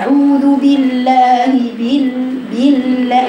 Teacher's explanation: اللام مشددة يعني كم حرف؟ اثنين من غير مبالغة الحرف الأول ساكن والثاني مفتوح